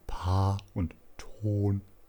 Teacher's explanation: Diese ist zum Beispiel Fortis bei Verschlusslauten wie P und T in den Worten Paar und Ton. Diese Worte sind, wie man hört, sowohl im Anlaut als auch im Auslaut behaucht. · Term: Aspiration